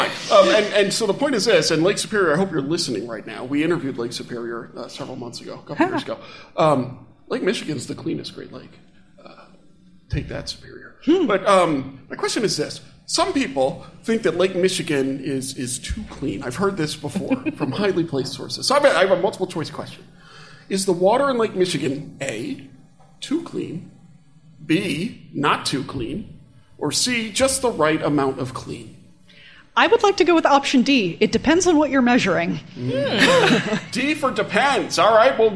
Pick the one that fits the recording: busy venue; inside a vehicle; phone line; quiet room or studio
busy venue